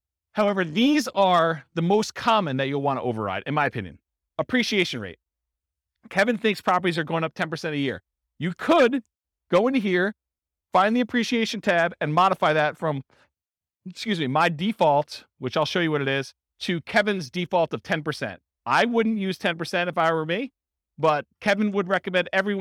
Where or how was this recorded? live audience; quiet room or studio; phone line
live audience